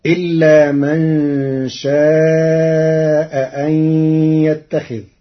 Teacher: قرأ ورش كلمتي شاء أن بتسهيل الهمزة الثانية بين وإبدالها حرف مد مشبع لوجود ساكن بعدها